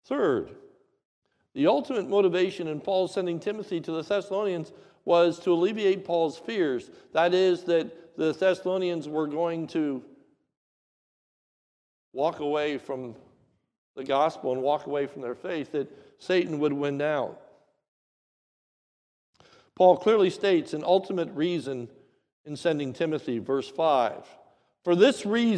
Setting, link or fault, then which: setting, large echoing room